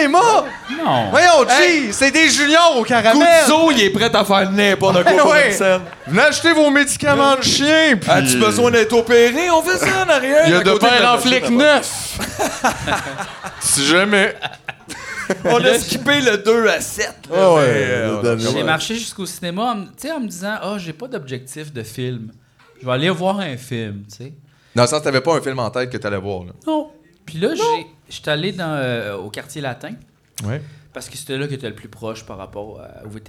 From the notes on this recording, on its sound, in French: Épisode enregistré le 22 février 2023 au chic Verre Bouteille à Montréal.